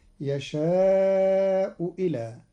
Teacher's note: قرأ قالون كلمتي يشاء إلى بإبدال الهمزة واوا مكسورة على الأصل